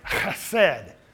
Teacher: it's a guttural, like the German hard k, like ich.